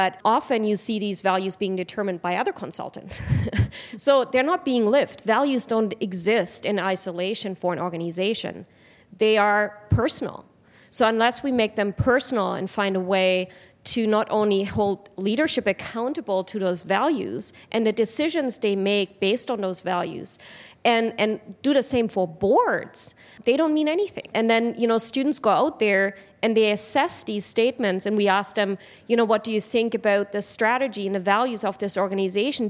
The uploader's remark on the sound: This episode feature’s the ESG panel from The Northern Miner’s third annual Progressive Mine Forum in October.